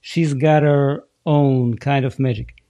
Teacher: буквочка H, желательно ее не произносить как Х, а просто выдох.